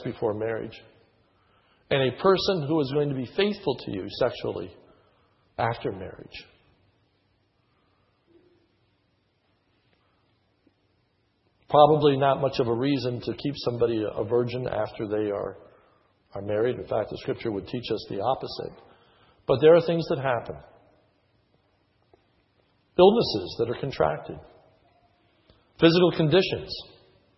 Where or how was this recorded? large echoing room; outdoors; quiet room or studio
large echoing room